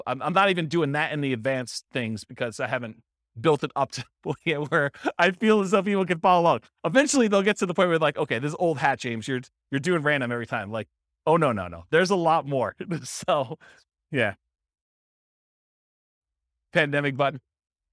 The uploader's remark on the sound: This was a live class recorded